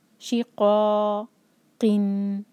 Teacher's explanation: قاف ہے، اس کو کیف نہیں پڑھنا، ہیوی لیٹر ہے، حلق سے یوز کریں گے. شی قو قن، کسرتین، قی اور پلس نون، شی قو قن.